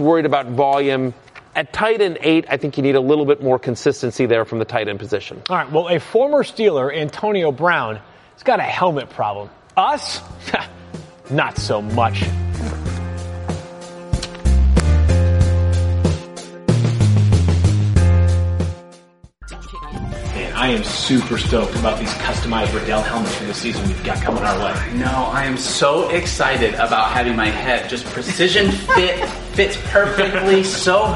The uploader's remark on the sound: Live from the Fantasy Marathon.